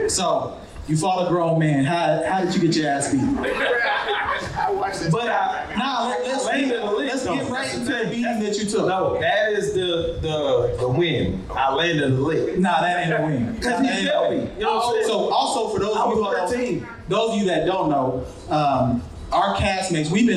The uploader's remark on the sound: Live at the Aloft by the Galleria. We share our live Pod experience!